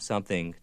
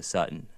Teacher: the G gets dropped and the T-H gets stopped · Shown in: second take